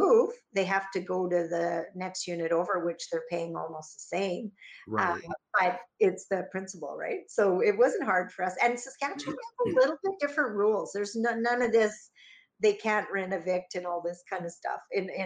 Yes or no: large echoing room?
no